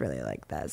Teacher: I was doing a lot of vocal fry, which is, you know, when your like voice like gets really like this